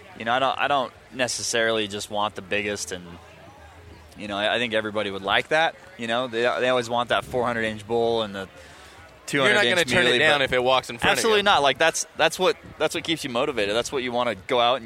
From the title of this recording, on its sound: at the International Sportsman's Expo